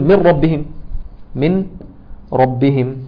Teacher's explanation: هتدخل النون في الراء · Term: ادغام بغير غنه